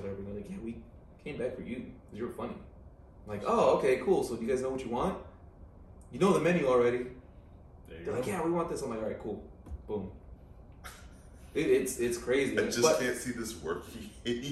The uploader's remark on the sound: There was a glitch with OBS (the audio software) and we had to use the backup audio for this episode.